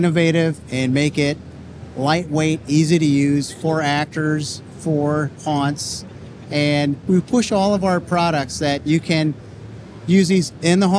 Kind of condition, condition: setting, busy venue